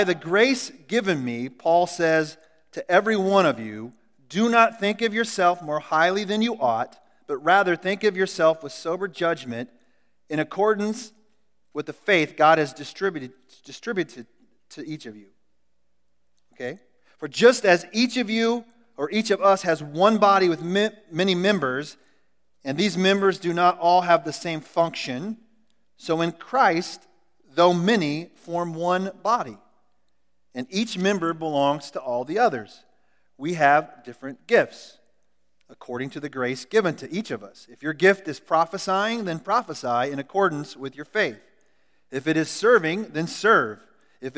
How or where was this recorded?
large echoing room